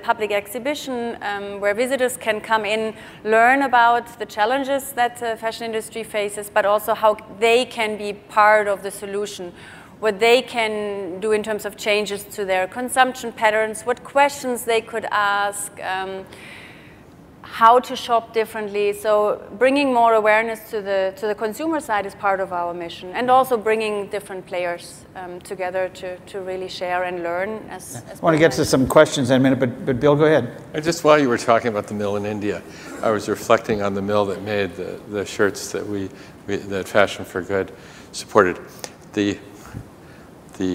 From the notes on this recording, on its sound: The best of live interviews from GreenBiz events.